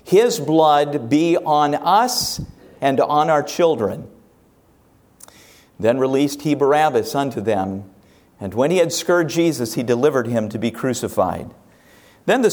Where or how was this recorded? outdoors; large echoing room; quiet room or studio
large echoing room